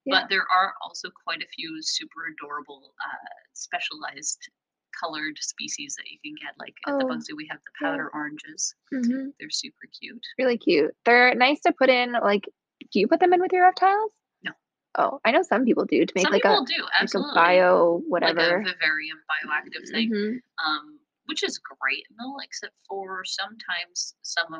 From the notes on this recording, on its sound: RIP to our audio, this is a pilot episode and so there are some minor issues.